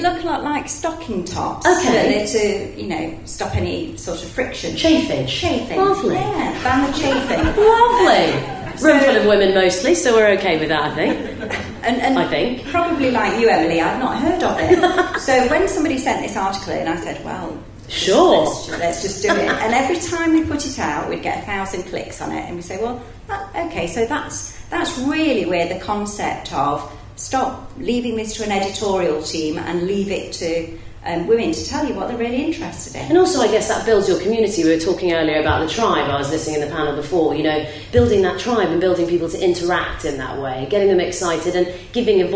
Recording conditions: live audience